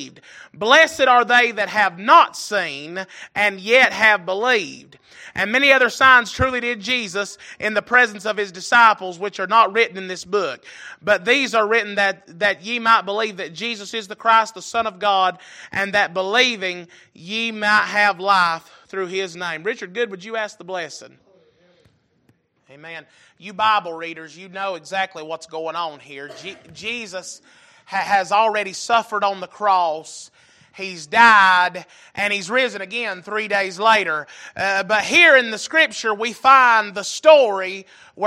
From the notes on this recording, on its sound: Recorded November 13, 2022 - Sunday Evening Service